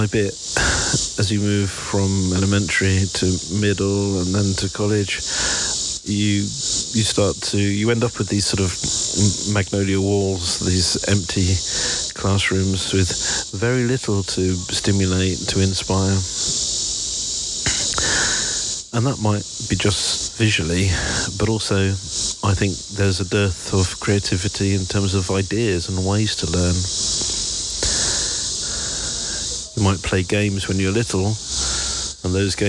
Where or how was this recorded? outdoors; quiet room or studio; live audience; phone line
outdoors